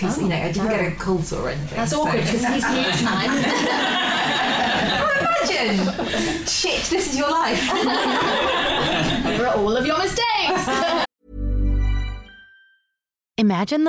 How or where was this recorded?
live audience